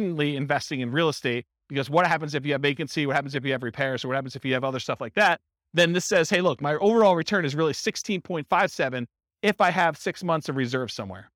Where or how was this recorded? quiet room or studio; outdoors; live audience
live audience